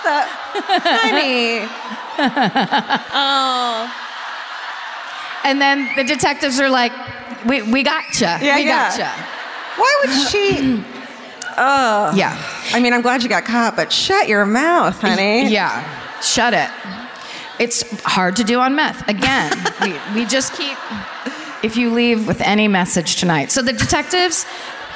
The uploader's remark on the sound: Live at the Civic Theatre in San Diego